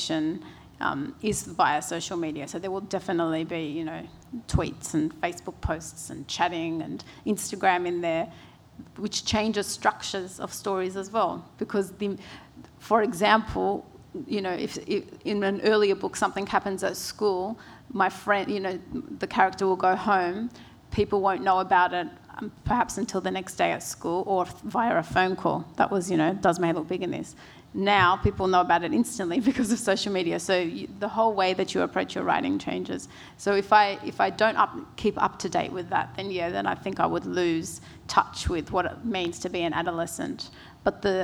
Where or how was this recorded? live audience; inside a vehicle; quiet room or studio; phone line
live audience